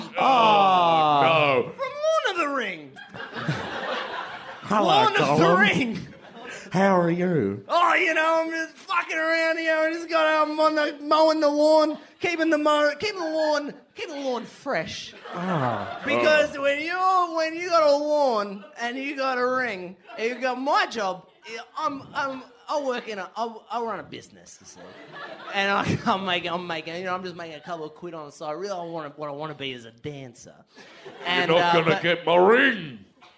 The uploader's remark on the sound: LIVE FROM SOHO THEATRE LONDON